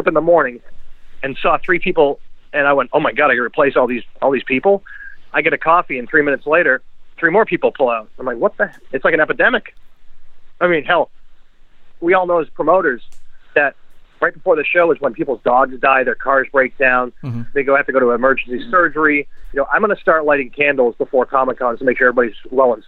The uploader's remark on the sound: phones in to the pod